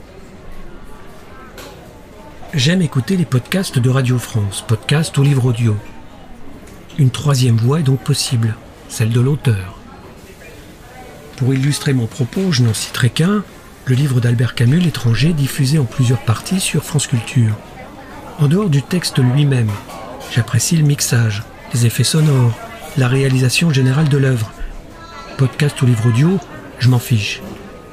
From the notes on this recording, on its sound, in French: Un épisode en partie enregistré dans une salle du café Starbucks de la gare de Futamatagawa à Yokohama.